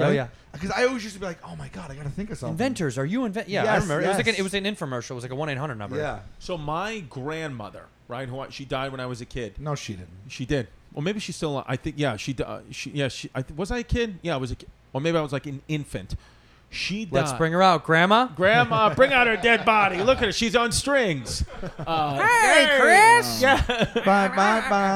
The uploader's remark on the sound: LIVE FROM JOEY ROSES!